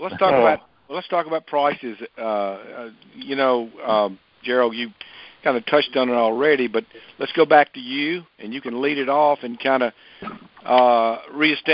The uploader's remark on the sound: Monthly Conference Call